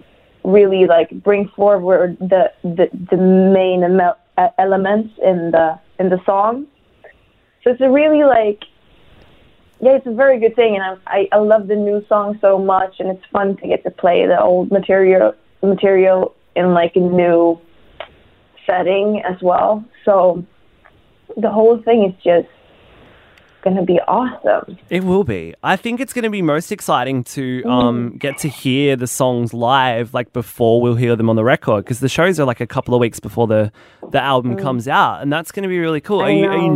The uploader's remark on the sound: Got her on the phone to geek out about how she puts together her massive, industrial pop music.